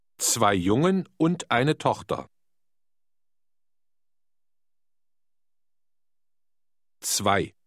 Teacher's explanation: German Z has a TS sound, as in the word cats.